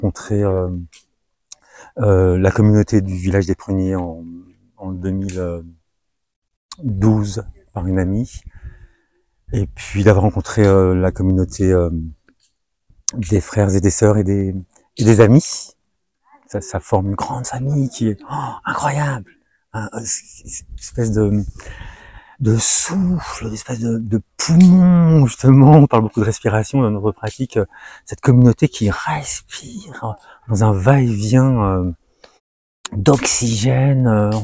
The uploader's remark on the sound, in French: Sessions en direct de 2020 par téléconférences.